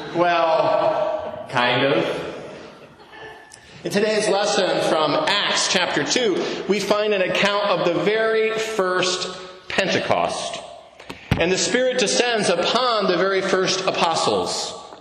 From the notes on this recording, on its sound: To a live congregation of St. John’s Episcopal Church, Dubuque, Iowa.